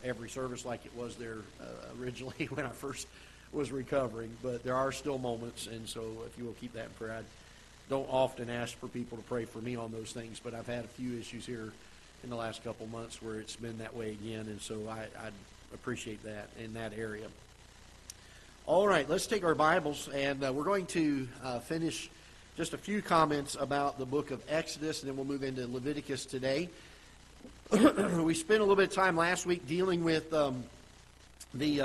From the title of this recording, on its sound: Ketha Heights Baptist Church ~ Live Broadcast